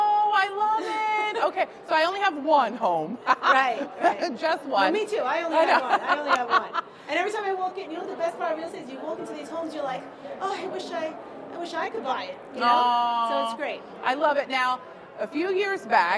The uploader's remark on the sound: At the 2023 Staten Island Board Of Realtors Expo hosted at the lovely Hilton Garden Inn.